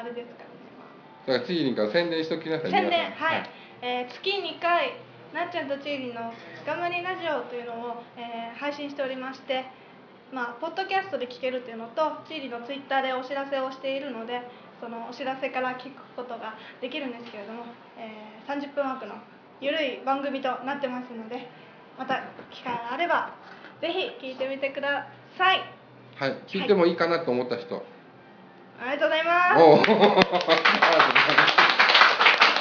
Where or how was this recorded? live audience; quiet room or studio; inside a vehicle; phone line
live audience